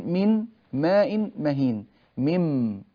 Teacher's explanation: فأنا قلبت الحرف الأول إلى حرف مماثل للحرف الثاني وأدغمته فيه · Term: الإدغام